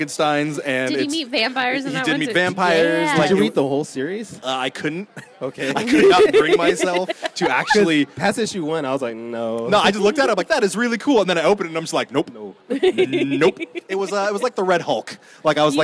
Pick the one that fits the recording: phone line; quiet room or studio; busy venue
busy venue